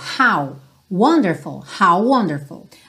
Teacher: Olha que interessante, aqui a gente tem uma sequência de palavras que uma termina com a mesma letra que a próxima começa. Você só faz uma letra.